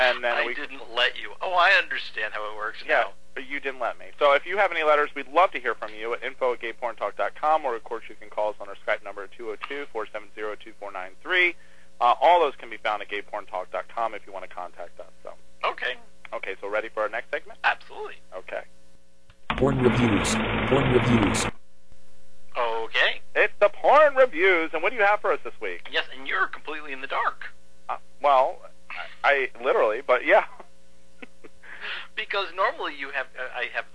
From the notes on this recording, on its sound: had to phone in this podcast!